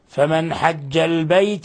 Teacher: نون ساكنة جاء بعد حرف الحاء، الحكم التجويدي إظهار حلقي